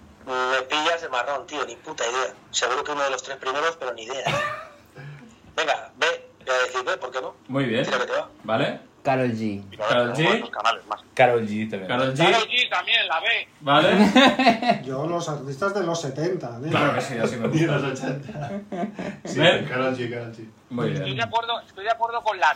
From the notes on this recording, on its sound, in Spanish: Bootleg edition. Nos encontramos con un ordenador nuevo, y vemos en pleno directo, que no graba ni la llamada, ni los micros, ni la intro, ni nada. Acabamos grabando el programa poniendo un auricular encima de un movil el cual graba el audio. Disculpad por el sonido.